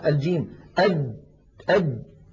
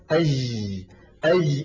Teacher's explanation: فإن الجيم العربية الفصيحة شديدة يعني ينحبس الصوت · Shown in: first take